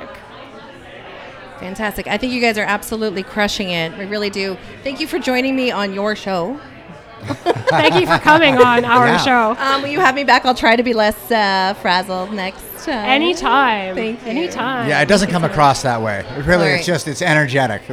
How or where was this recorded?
busy venue